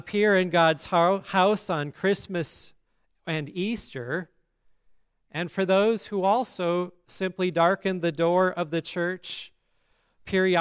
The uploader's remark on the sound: today's service at Grace Evangelical Lutheran Church in Lexington, MO